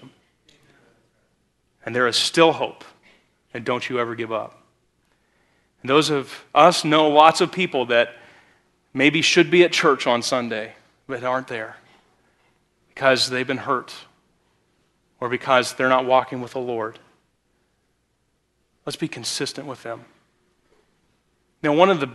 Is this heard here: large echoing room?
yes